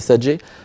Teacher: فهذا الصوت صوت ألف ممالة إمالة كبرى، وليس صوت ياء